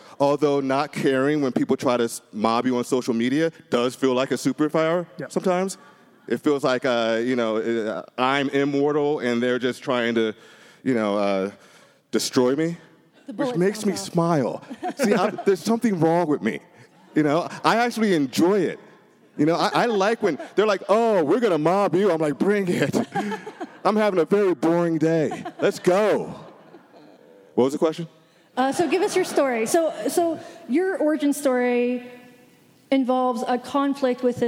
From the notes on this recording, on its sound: Live From The Heterodox Academy Conference In Denver. A BARPod live show. There was a recording error and it was a mess at first.